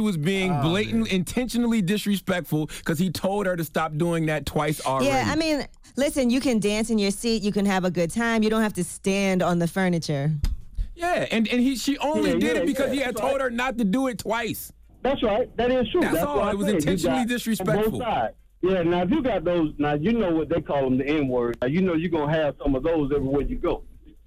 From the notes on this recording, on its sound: so we opened up the phone lines to see what our listeners thought about it